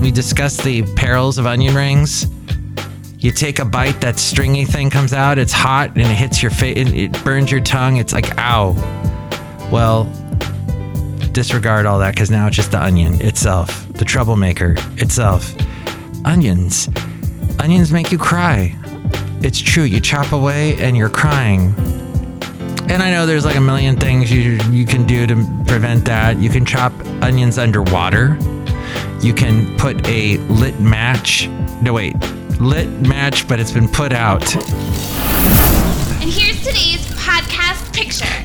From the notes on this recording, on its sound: podcasts live from Café Anyway